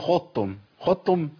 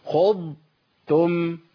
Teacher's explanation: يبقى انا لساني ما لمسش في مخرج التاء وانا بجيب الضاد، لازم افصل بين المخرجين · Shown in: second take